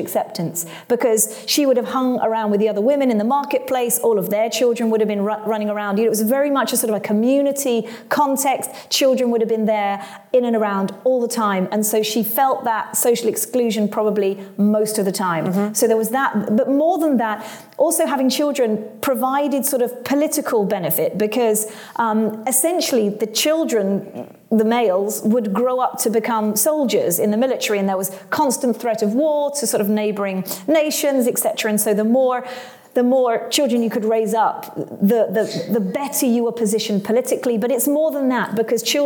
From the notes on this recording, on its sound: Join us as we take a road trip and record live at Trinity Church Nottingham’s church weekend!